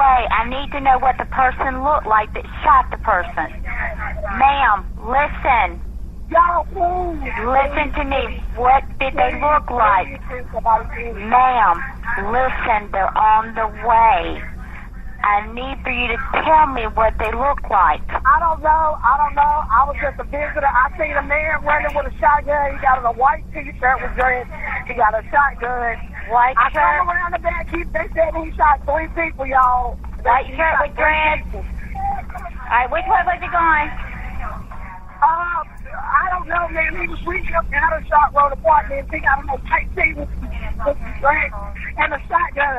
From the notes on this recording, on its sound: Partial audio from two 911 calls received from the scene of a triple homicide. The Times-News has attempted to edit out expletives in the recordings, but some may still be audible.